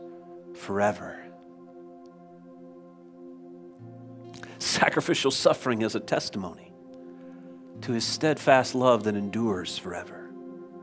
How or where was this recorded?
large echoing room